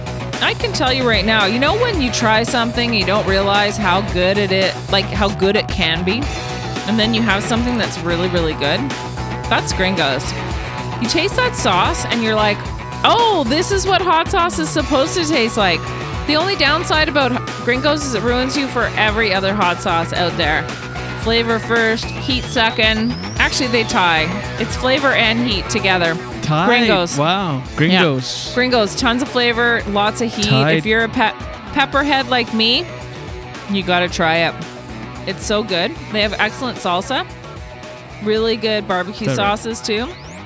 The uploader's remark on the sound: We are LIVE from the deep woods of New Brunswick, within the glorious #atlanticBubble.